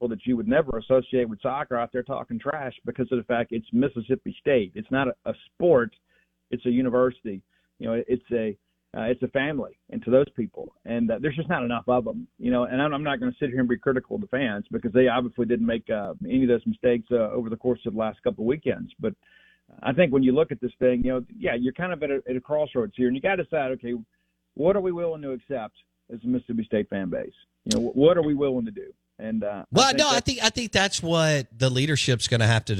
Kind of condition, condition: link, phone line